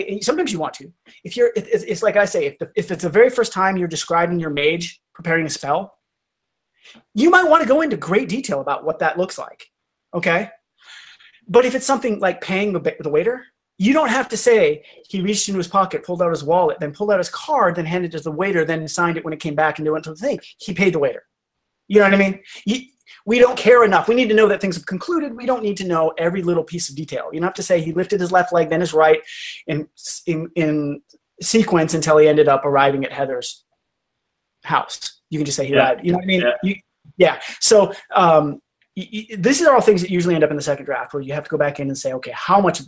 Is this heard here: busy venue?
no